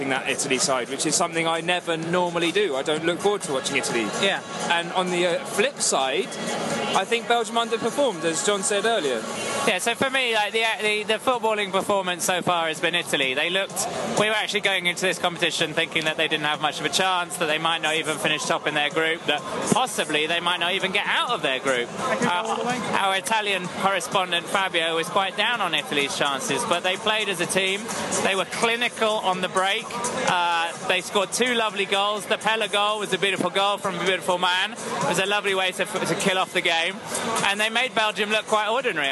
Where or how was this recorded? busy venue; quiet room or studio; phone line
busy venue